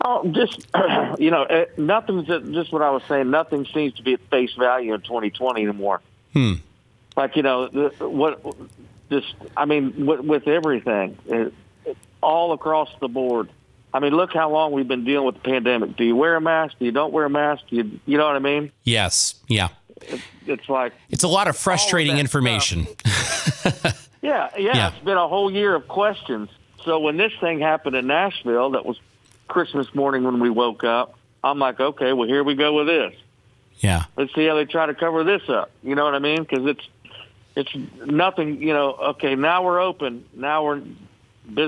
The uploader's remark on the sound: called into the show this morning